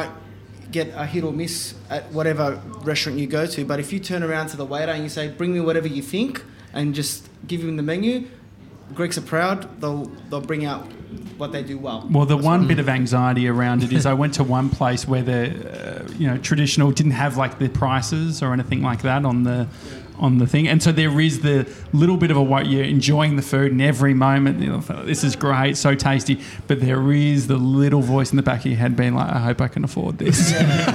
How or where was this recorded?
busy venue